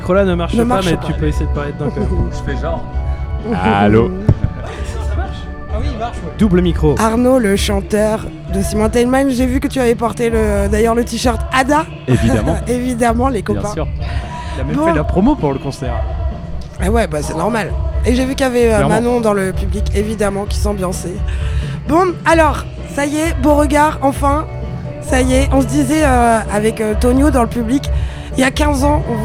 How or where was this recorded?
busy venue